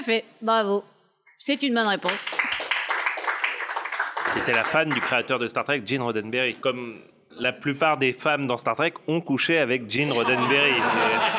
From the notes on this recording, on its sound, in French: Podcast enregistré au FROG RÉVOLUTION à Paris Bastille. Podcast enregistré au FROG RÉVOLUTION à Paris Bastille.